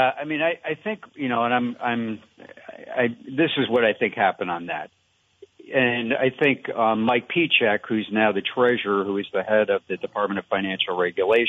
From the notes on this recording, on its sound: An Open Phones Show. Spend most of the show talking with listeners about a whole variety of topics.